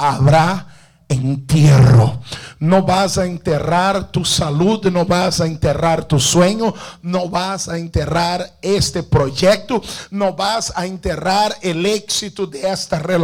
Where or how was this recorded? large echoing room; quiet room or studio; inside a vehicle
large echoing room